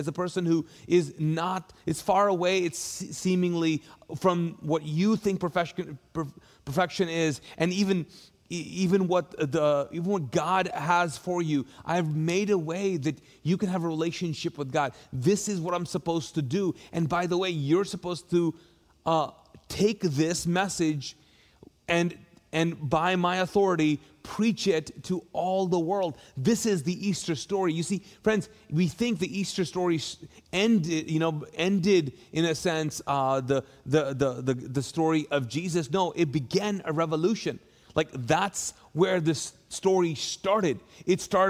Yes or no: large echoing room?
yes